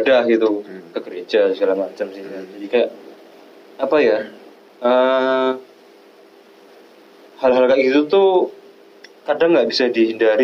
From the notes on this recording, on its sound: BAD AUDIO QUALITY. Maaf kualitas audio kami untuk episode ini kurang bagus di karenakan kami mencoba beberapa hal baru di recording.